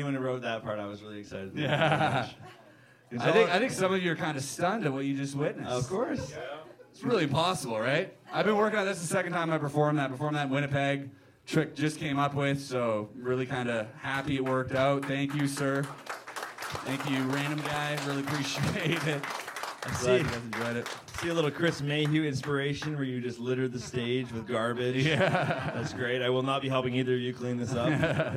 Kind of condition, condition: setting, live audience